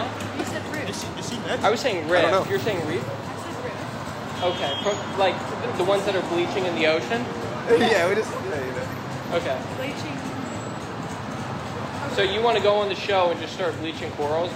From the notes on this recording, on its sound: Recorded on 4/28/22 inside and outside of The Bourbon Room on Hollywood Blvd in Los Angeles.